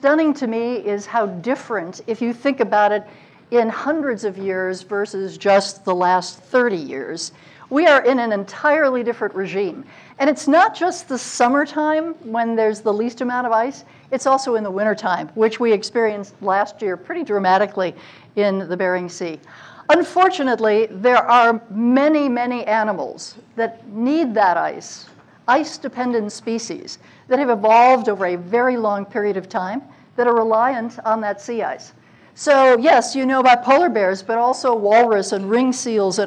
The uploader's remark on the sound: At the 49th State Brewing Co. About Addressing Alaskans features local lectures and forums recorded at public events taking place in Southcentral Alaska.